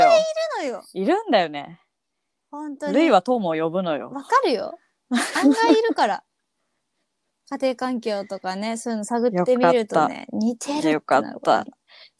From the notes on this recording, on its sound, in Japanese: 緊急事態宣言の発出に基づき、リモート環境にて収録しております。ふだんの配信よりも聞きづらい箇所などあるかもしれませんが、あらかじめご理解、ご了承を願えますと幸いです。